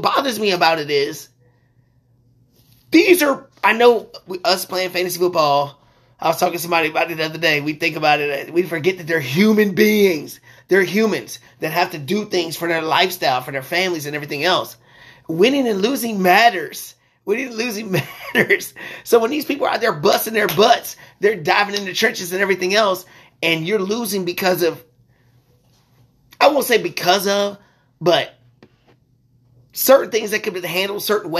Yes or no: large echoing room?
no